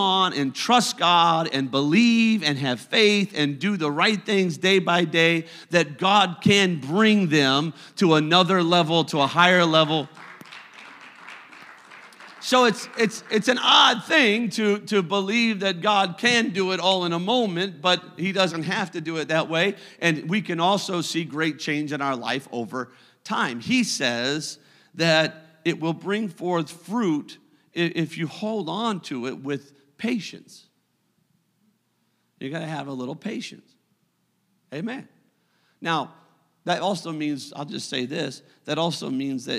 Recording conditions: large echoing room